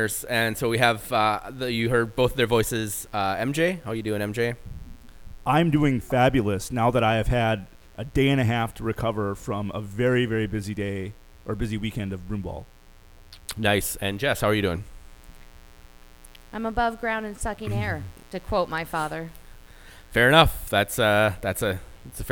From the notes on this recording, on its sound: Well, we tried to get together and do this thing in person again and we ran into some technical difficulties. Apologies for a slight buzz.